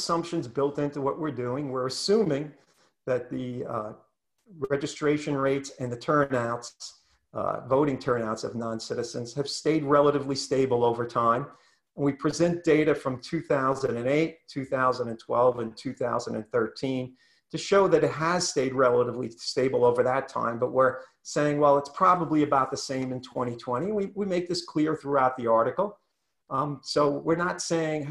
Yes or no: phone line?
no